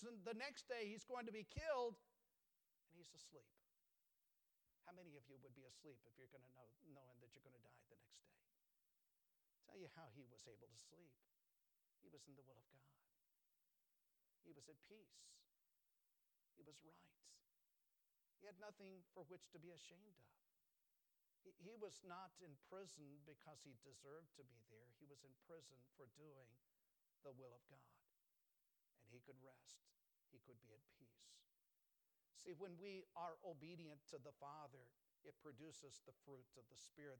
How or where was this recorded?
large echoing room